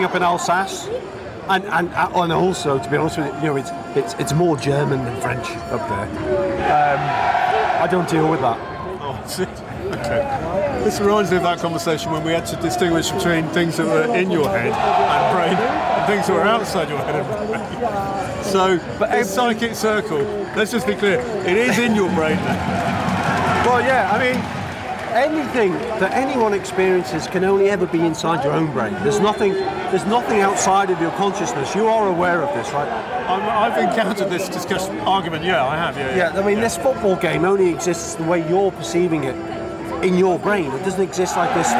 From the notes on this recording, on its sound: was recorded at the Stade Louis II on Sunday 20 August, 2023